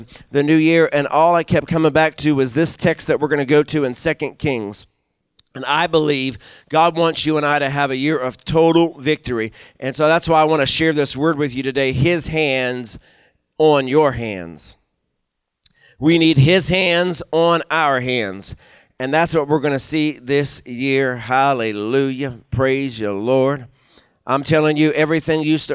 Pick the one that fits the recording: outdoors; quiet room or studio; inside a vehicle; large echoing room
large echoing room